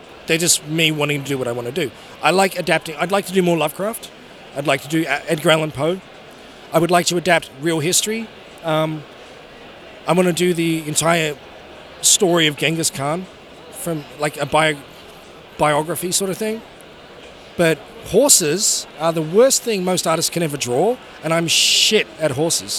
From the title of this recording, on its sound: Interview at Five Points Festival 2017